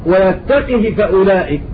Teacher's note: ويعقوب وقالون يقرآن بكسر القاف